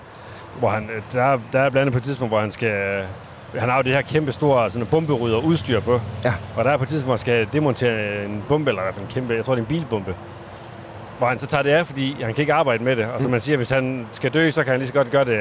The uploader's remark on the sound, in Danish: Denne gang på en larmende rasteplads. Afsnittet er nemlig optaget på vej til Tour de France.